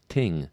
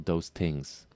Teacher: One feature that I haven't included on the sheets is the TH switch to T or D.